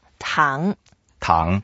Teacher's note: So it's the second tone. We go up.